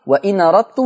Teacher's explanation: هنقل فتحة الهمزة للنون